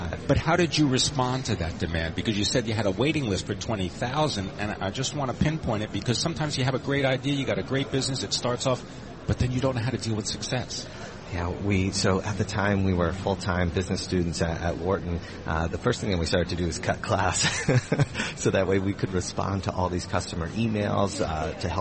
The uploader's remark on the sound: Broadcasting LIVE at Pershing's INSITE 2016 conference in Orlando.